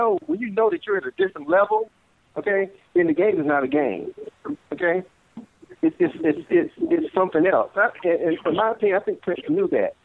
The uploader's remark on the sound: We open the phone lines.